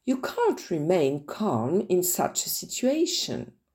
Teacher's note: le L de calm ne se prononce pas